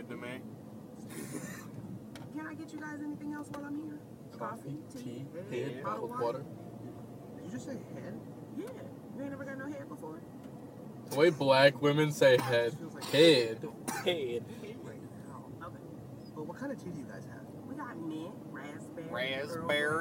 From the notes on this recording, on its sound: It's dangerous to a microphone in this car.